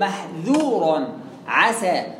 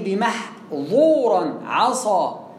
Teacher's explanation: وما تقول عسى اوعى تفخم السين شويه تعملها صاد